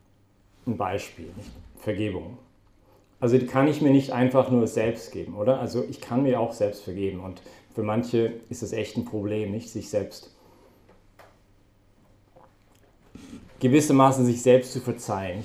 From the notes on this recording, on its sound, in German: Das war die Herausforderung, mit der wir uns heute bei der Predigt während der BeFree Messe auseinandergesetzt haben.